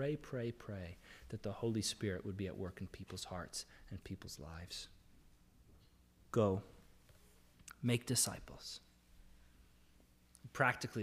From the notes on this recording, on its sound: This is the audio from the entire service.